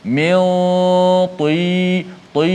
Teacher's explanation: kita tetap sebut dengan tebal maksud dia tidak terkesan dengan baris bawah mil ti tak boleh sebut mil ti tin tak boleh sebut